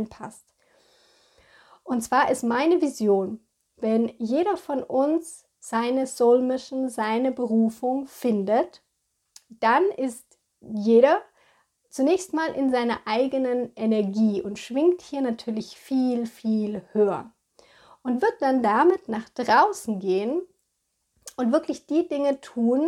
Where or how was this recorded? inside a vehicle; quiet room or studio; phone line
quiet room or studio